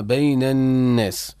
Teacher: النون مشددة. مشددة إظهار الغنة فيها